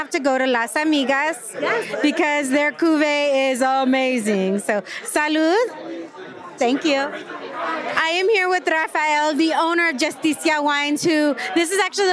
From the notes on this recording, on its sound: LIVE! From the Latinx Wine Summit in Napa. 2nd annual (but first in person) Latinx Wine Summit in Napa, CA hosted by Hispanics in Wine.